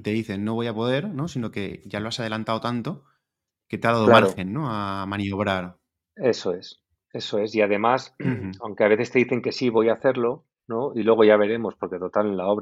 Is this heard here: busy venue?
no